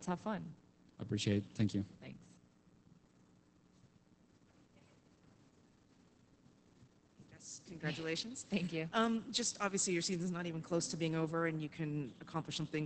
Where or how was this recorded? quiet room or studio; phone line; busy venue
busy venue